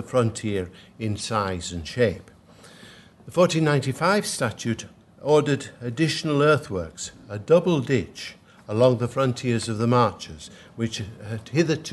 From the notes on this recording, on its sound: at the 2022 Tudor and Stuart Ireland Conference